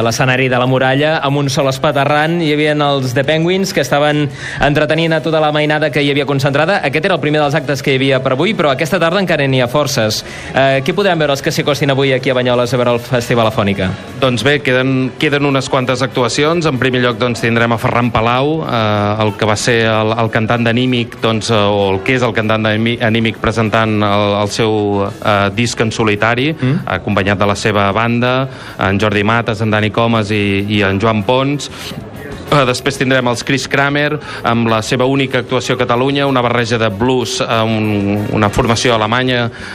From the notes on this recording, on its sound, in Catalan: Hi serem i sentirem en directe, des de la Plaça Major de la ciutat